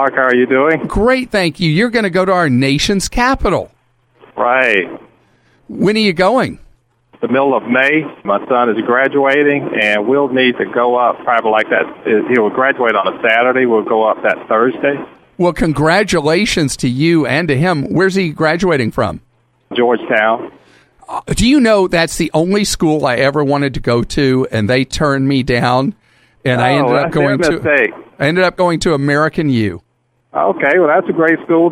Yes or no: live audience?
no